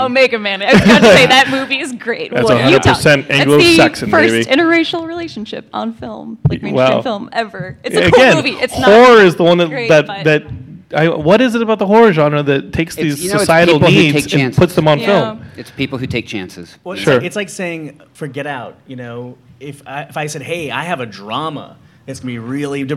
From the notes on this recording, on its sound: LA Comic Con 2018! Geekscape gathers a panel of experts at Los Angeles Comic Con.